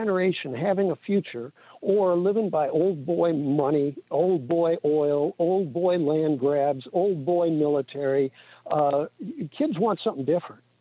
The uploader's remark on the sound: we take your calls in open phones across America